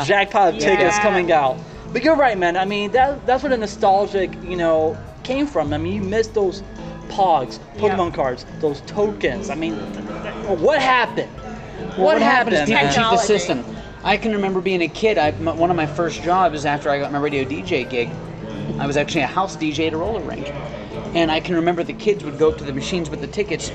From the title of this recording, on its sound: Live from GameTime Ocoee Florida